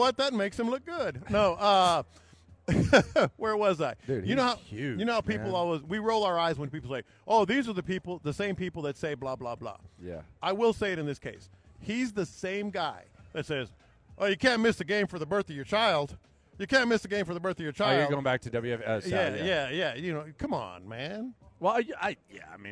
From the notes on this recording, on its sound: Live from Radio Row